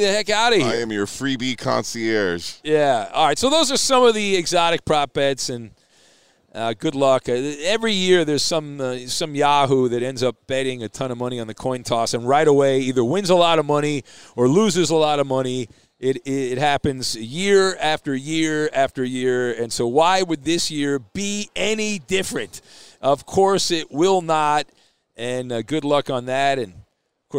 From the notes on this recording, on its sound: Live from Super Bowl 57!